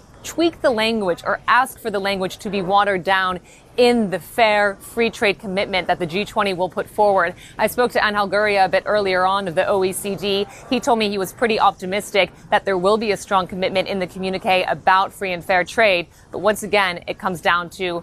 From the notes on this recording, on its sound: We are live at the G20 summit in Osaka, Japan, where bilateral meetings between the world’s top leaders continue.